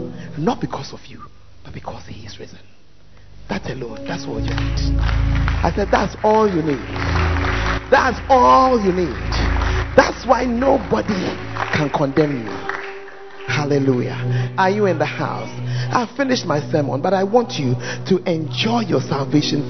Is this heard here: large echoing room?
yes